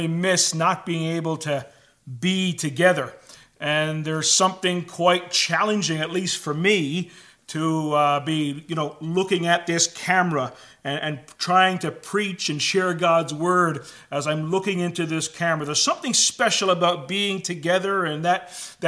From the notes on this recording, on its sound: Filmed for a service at Philpott Memorial Church in Hamilton, ON.